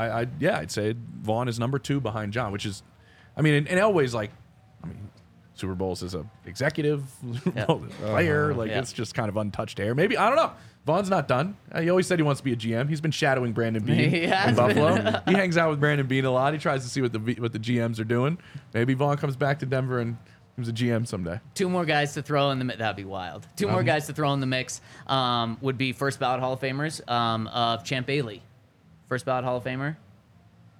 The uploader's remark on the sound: Coming to you LIVE from the DNVR Bar.